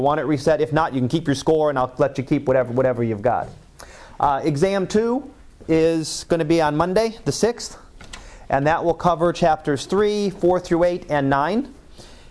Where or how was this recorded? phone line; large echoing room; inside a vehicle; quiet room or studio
large echoing room